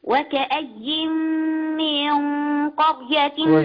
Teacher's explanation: أنا عايز أفخم الغنة في الإخفاء